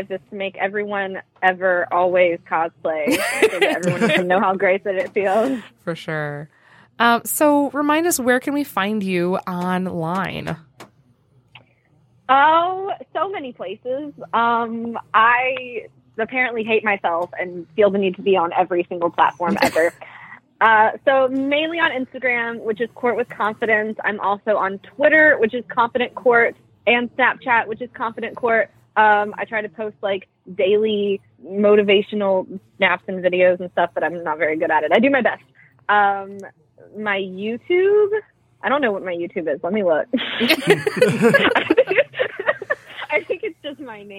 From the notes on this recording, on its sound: calls